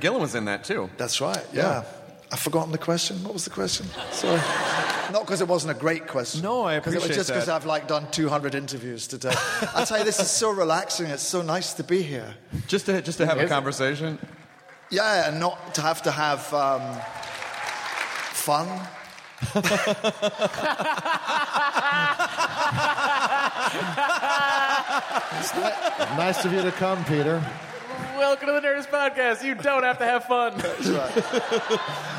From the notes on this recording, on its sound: Live from SDCC.